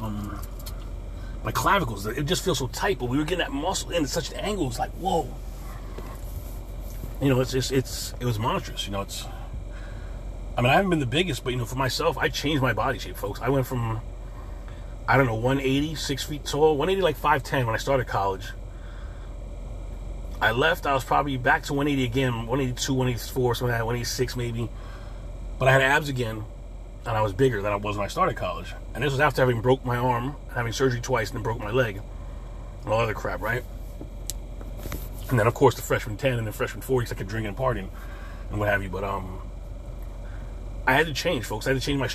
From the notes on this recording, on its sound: In this CarCast